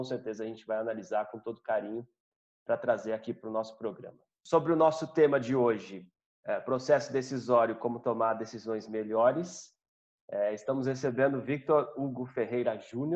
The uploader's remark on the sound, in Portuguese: Programa gravado em 28/05/20 via ZOOM.